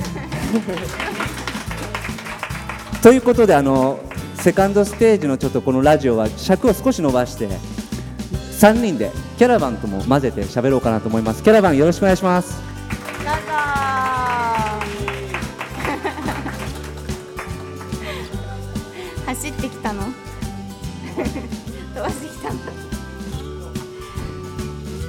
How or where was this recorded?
live audience